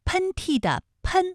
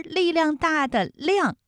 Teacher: 喷嚏的喷是前鼻音，它的韵母是 N，而力量大的量是后鼻音，它的韵母是 ang